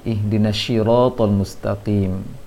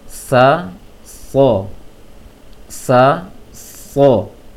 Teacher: Jadi shad ini coba diusahakan saja baca berlatih untuk sin yang ditebalkan · Shown in: second take · sa so sa so, naikkan saja lisannya ke langit, sa so so, as sa as so as sa, itu sin yang ada giginya, geriginya as-sa, sedang sot as-so, jangan as-sho.